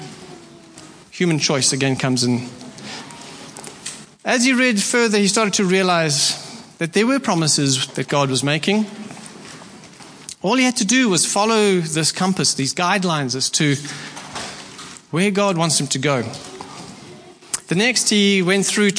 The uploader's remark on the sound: Preached at Horsham Downs on 28/01/24